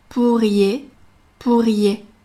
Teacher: 前面的“p”改为不送气的清音